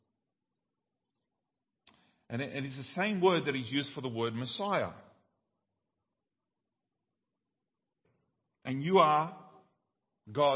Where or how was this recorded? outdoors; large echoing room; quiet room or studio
large echoing room